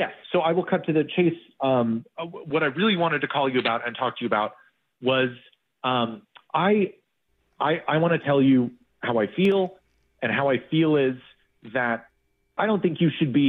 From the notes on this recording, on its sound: The guy on the phone today. Awkward Tuesday Phone Call.